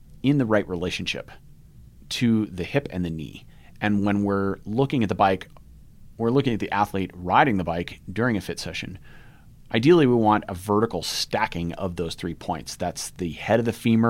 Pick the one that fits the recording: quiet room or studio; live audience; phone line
quiet room or studio